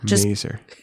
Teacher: So there's an S, but it's pronounced with a Z.